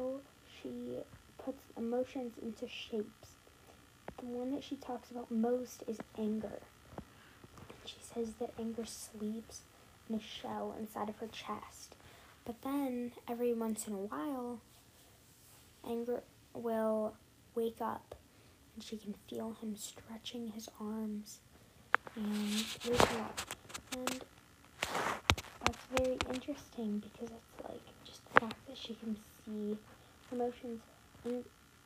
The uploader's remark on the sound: The audio was SO BAD I’m so sorry!